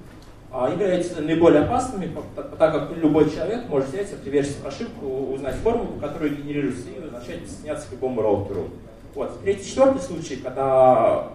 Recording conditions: live audience